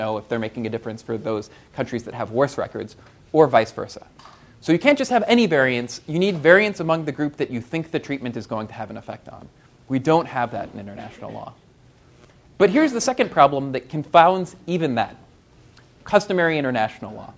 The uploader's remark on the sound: This talk was recorded on November 4, 2014, as part of the Chicago's Best Ideas lecture series.